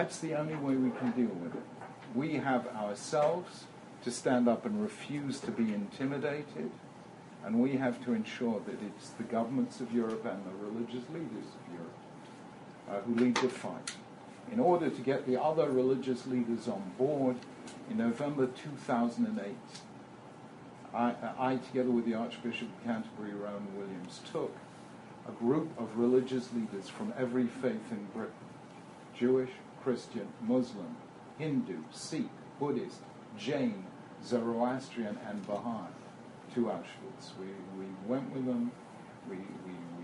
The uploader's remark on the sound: This is a recording of a talk given to Mechina students at Stern College for Women at Yeshiva University on 6th February 2014